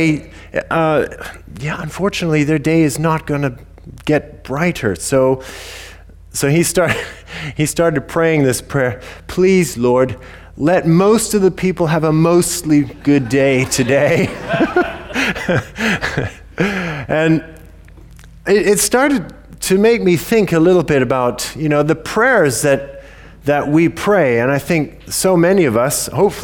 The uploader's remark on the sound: recorded at Bournville gathering